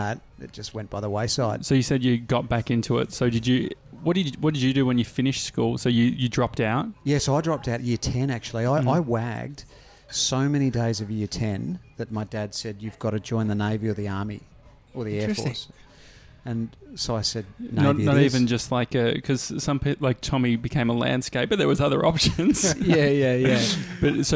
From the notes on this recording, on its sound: Live from a cafe!